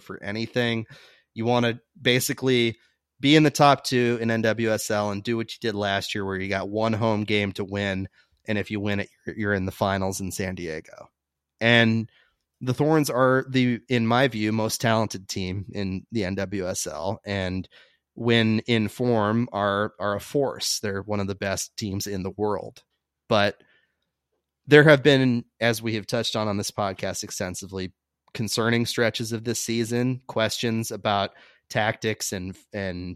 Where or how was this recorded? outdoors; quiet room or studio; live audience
quiet room or studio